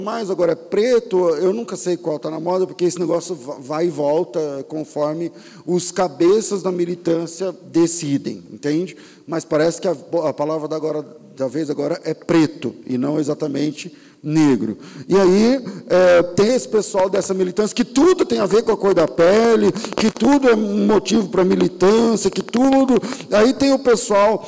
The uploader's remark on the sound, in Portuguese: Culto ao vivo.